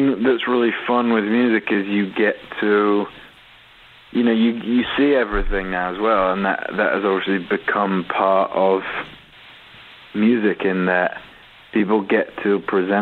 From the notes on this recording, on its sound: called in to chat with us